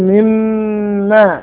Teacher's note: ميم مشددة حكمها غنة بمقدار حركتين